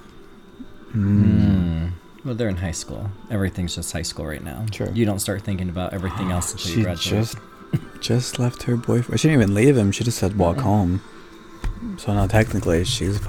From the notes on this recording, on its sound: Here's the second part of our LIVE podcast during MTV Scream!